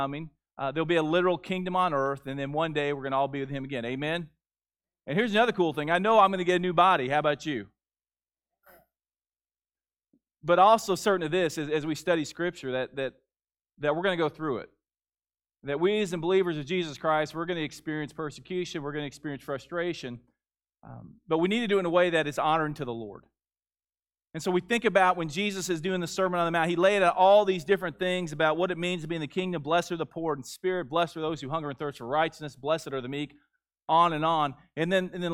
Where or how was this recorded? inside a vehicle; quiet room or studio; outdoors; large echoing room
large echoing room